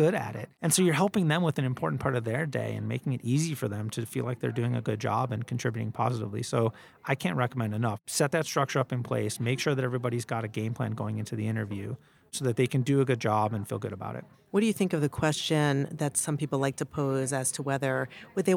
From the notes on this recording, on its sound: Live from the World Economic Forum in Davos Switzerland